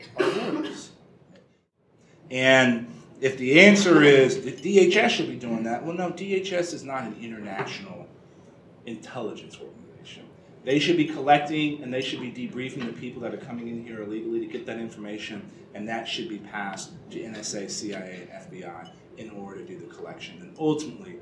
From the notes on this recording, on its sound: WASHINGTON, DC. In remarks Wednesday morning before a breakfast meeting of The Ripon Society.